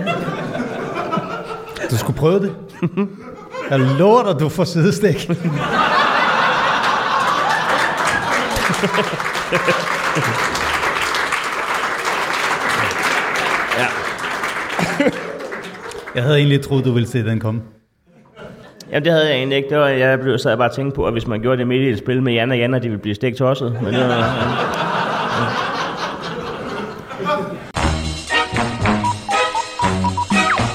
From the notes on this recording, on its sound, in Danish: LIVE fra Comedy Zoo. Optaget på legendariske Comedy Zoo foran et legendarisk publikum.